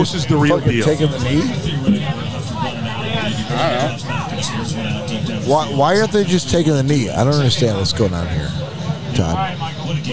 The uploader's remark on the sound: Recorded live from Uncle Ray’s Place in Dearborn Heights, MI during the Detroit Lions v. San Francisco 49ers NFC Championship game.